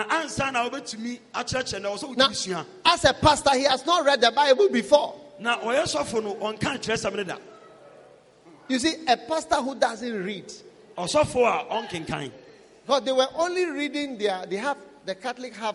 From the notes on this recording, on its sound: Preached at a Healing Jesus Campaign Pastors' conference in Drobon, Ghana on the 11th - 12th of December